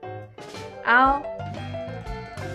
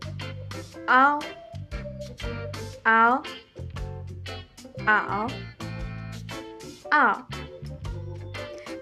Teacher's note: Abrimos la boca redonda para pronunciar primero A y luego la forma de los labios cambia para pronunciar O. La A se pronuncia más fuerte, mientras que la O tiene un sonido más ambiguo.